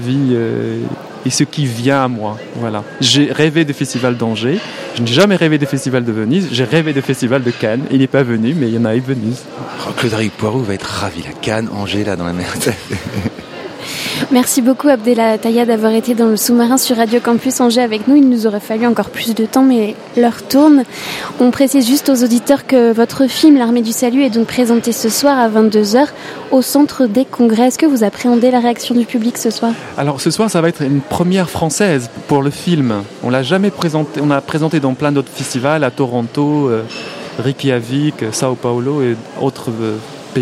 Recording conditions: busy venue